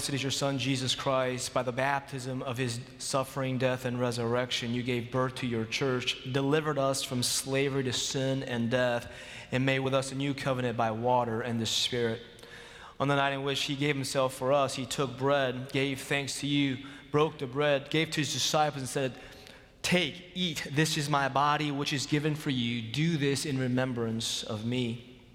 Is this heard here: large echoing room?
yes